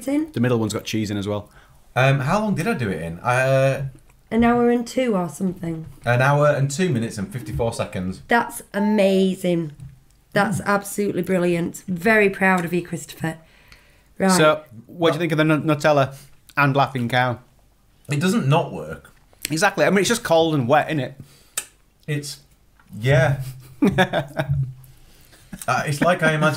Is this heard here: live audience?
no